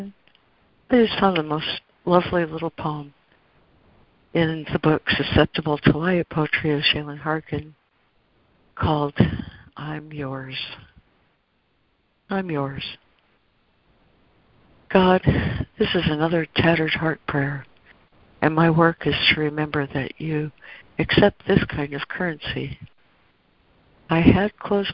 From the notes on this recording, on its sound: ACIM Daily Conference Call